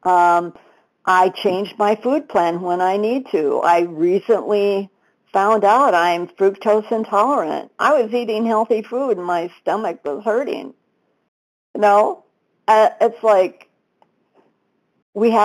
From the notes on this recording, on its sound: 100 Pounders Phone Meeting, 12/4/22